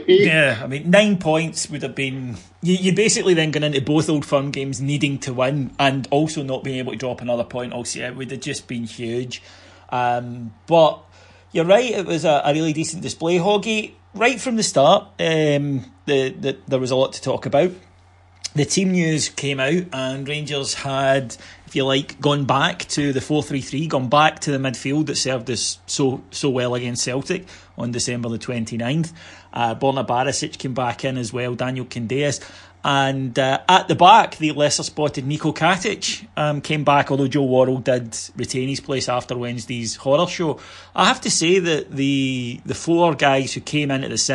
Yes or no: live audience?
no